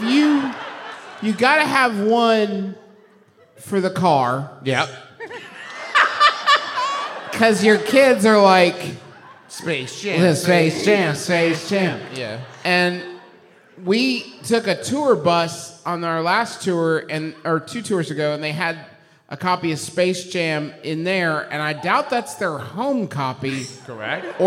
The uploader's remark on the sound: Live (at the time) from The Balboa Theater for San Diego Comic Con, it’s a very fancy episode. San Diego Comic Con was a live show.